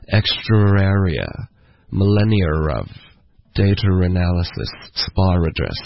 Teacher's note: 英式的发音会添加一个 r 的音